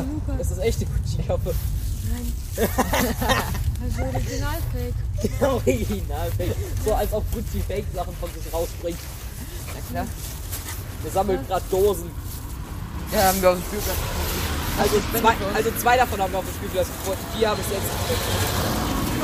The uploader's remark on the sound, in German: sind wieder durch den Ort gelaufen und haben mehr als 100 Minuten Podcast aufgenommen